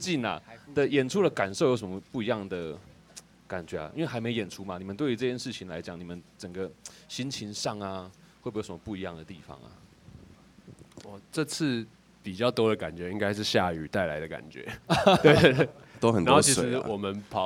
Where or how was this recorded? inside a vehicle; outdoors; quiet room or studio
outdoors